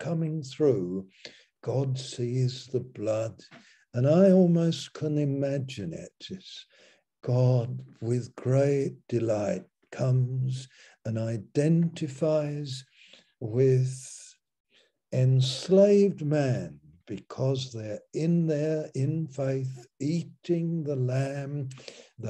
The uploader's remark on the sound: Malaysia Meets (Zoom).